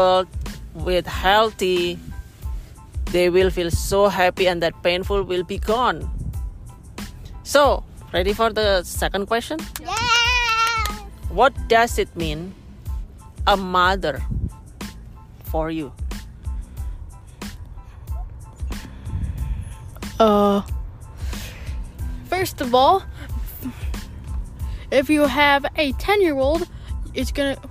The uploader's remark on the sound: We talked and did the recording in the car.